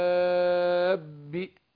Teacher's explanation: اختلس حركة الكسر، بعض الحركة · Term: الروم